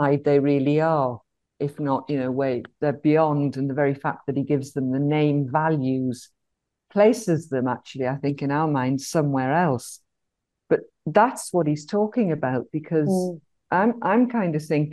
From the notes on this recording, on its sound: our Zoom call, and once recorded